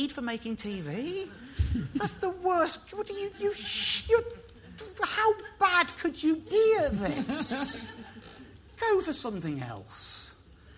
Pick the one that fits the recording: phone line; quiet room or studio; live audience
live audience